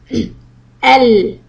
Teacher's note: this letter uses not the tip of the tongue, but rather the part, the front of the tongue, which is not the tip, and it connects to the gums behind the upper teeth · Term: lam